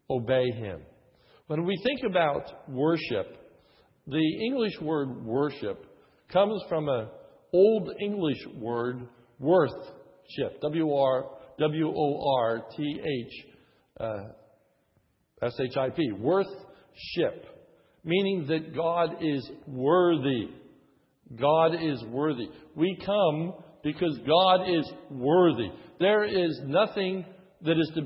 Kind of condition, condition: setting, large echoing room